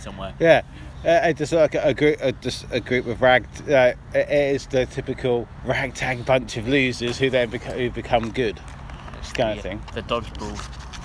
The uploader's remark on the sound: Recorded at the wavendon arms in Milton Keynes.